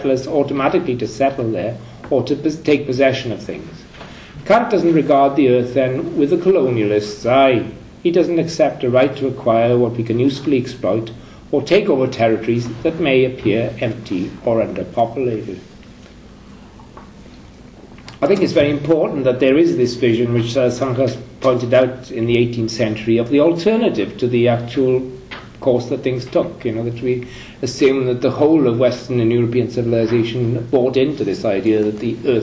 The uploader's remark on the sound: Third presentation from the Kant and Colonialism conference held in University of Oxford in October 2010